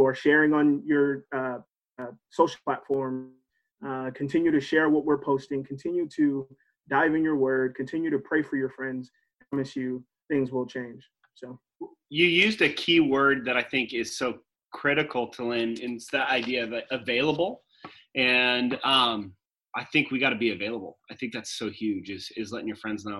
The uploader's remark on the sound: A few of our leaders sat down (in their own homes of course) over a ZOOM call